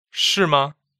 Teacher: 是 is fourth tone, and ma is the neutral tone.